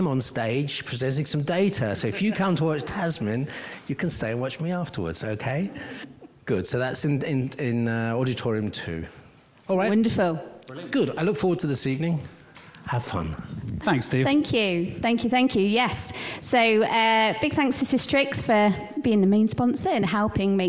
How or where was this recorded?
live audience